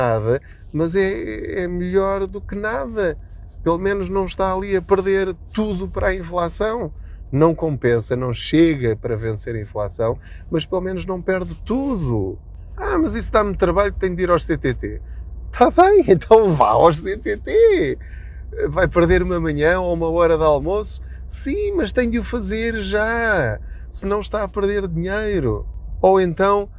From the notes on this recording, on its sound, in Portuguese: Não ligue aos barulhos da viagem.